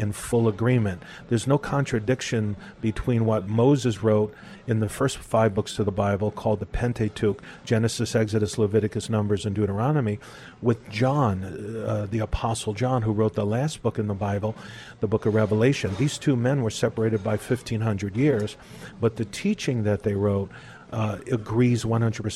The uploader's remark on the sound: We’re continuing our talk at a local café